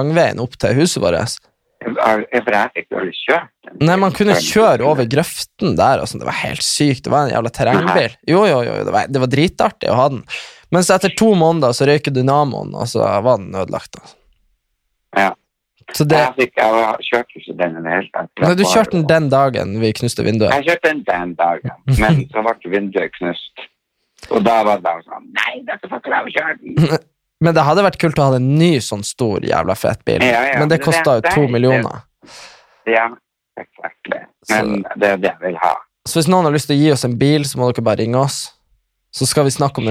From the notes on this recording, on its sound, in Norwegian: Denne episoden er spilt inn over telefon